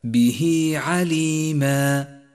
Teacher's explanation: سابعا، لاحظ مد الصلة الصغرى عند قوله تعالى به عليما. به عليما، جاءت هاء الضمير وقبلها حرف متحرك وبعدها ليس همزة، والواجب هنا أن نمد الصلة حركتين، أي هكذا به عليما، وقد لونت الصلة باللون الكموني إشارة إلى مقدار وموقع المد.